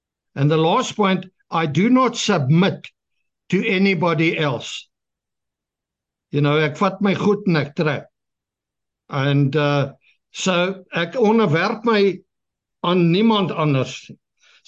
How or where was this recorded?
video call